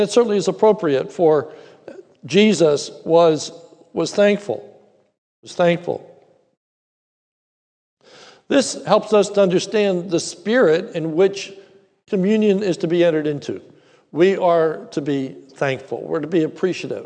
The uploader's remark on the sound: This is a sermon recorded at the Lebanon Bible Fellowship Church in Lebanon, PA during the morning service. Was preached during our celebration of Communion.